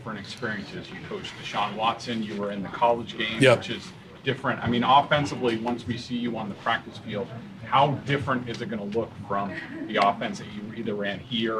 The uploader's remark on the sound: press conference at Gillette Stadium on Tuesday, April 18, 2023